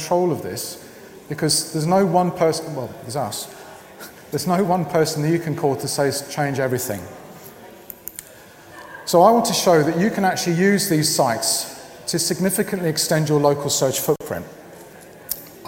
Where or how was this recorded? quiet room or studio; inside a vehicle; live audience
live audience